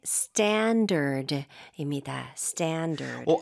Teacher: 앞쪽에 강세가 좀 많이 갔네요.